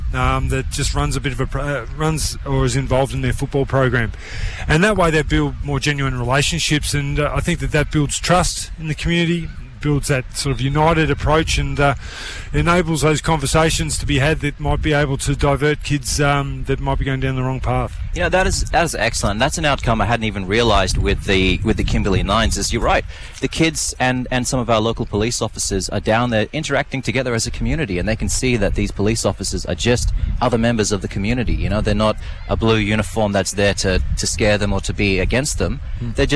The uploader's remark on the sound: broadcasts live from Cable Beach for the Kimberley 9's event